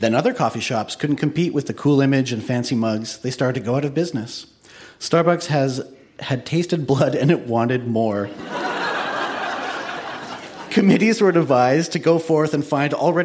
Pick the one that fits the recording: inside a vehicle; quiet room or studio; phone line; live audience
live audience